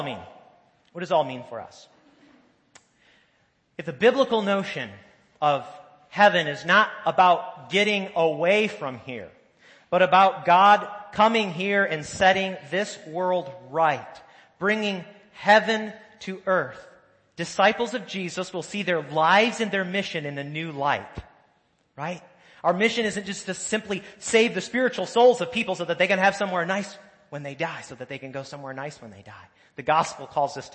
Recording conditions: large echoing room